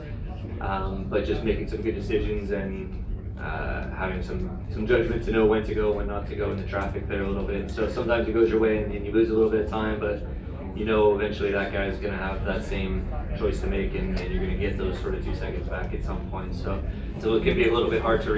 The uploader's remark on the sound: Live from Daytona